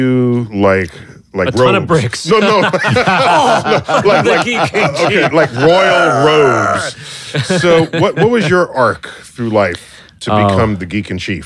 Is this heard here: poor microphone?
no